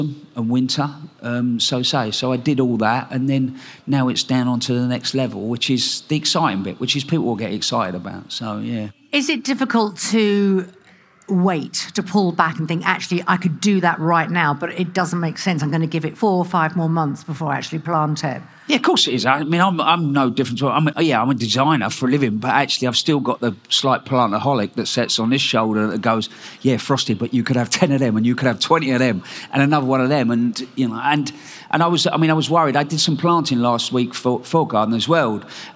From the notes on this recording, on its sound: Recorded at BBC Gardeners’ World Live.